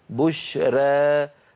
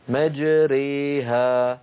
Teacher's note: يترتب على الإمالة ترقيق الراء قبلها